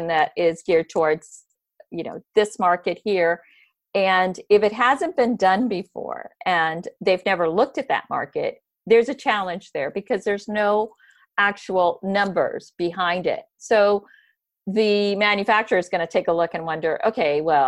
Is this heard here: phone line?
no